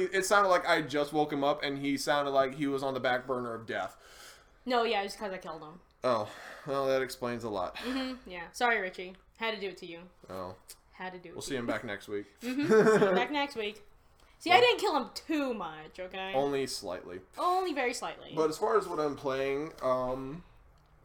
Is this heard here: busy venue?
no